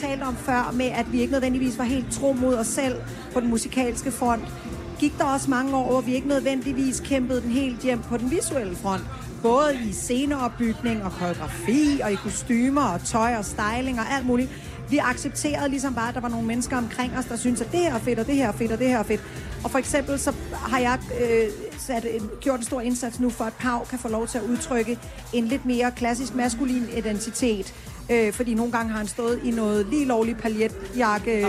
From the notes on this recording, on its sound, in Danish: Podcast fra en Smukfest special af Total90er sendt fra festival pladsen. På festivalen i Skanderborg.